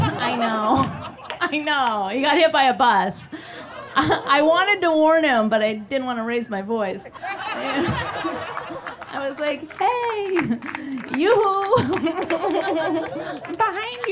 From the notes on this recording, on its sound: Supreme Robot Pictures partnered with The Creek and The Cave to put on this live socially-distant event.